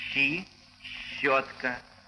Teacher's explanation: Буква «ща» произносится как долгое мягкое «ша». «Щи» — «щетка», а не «щи» — «щетка».